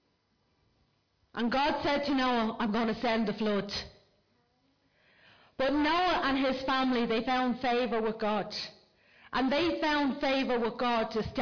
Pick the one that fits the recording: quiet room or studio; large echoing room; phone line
large echoing room